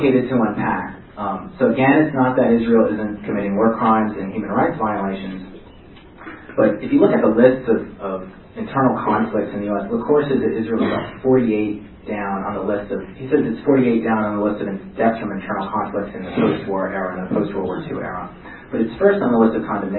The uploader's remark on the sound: Presentation at the 2010 ARA convention. Even though the sound quality is not the best.